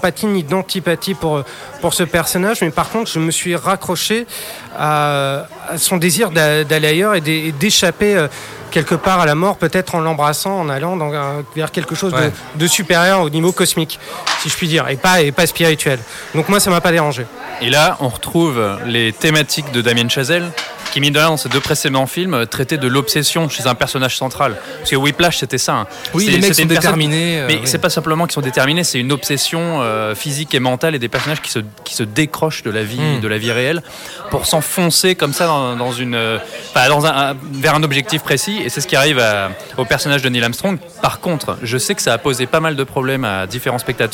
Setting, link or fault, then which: setting, busy venue